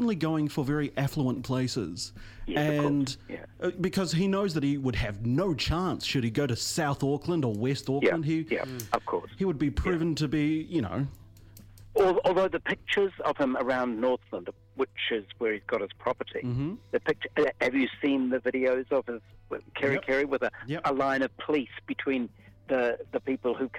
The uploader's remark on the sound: phones